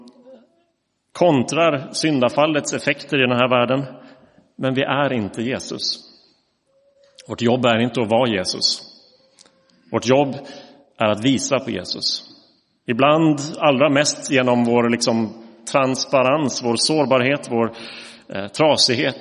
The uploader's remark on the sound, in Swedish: Inspelad i Roseniuskyrkan den 12 mars 2023.